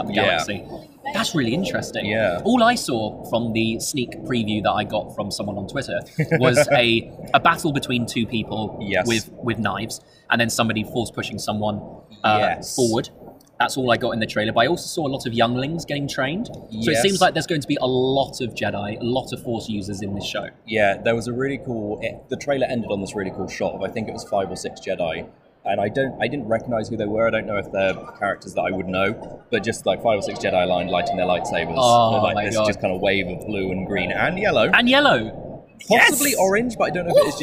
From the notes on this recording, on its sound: Star Wars Celebration live reaction special! Live and in person from the floor of Star Wars Celebration 2023!